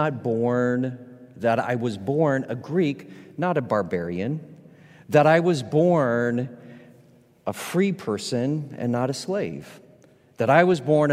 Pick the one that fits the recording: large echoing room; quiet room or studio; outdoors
large echoing room